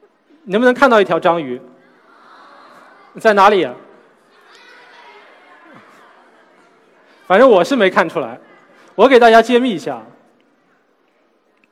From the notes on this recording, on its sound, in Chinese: SELF格致论道讲坛。在 SELF 讲坛的舞台上。